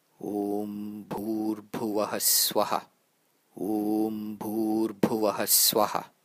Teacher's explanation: I'm exaggerating the aspirations a little bit all through this, just to help you hear it.